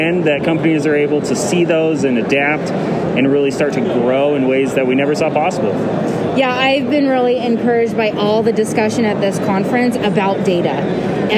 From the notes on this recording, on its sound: 2021 Cannabis Conference Expo Interviews. On the expo floor to hear the answers of consultants, equipment manufacturers, and event organizers.